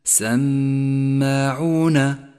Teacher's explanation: حرف ميم مشدد يحتاج إلى غنة زمنها حركتان